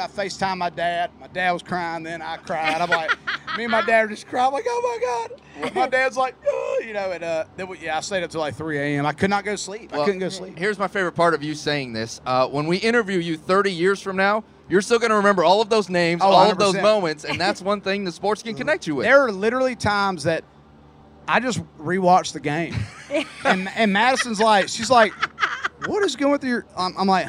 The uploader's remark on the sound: Tortuga Music Festival.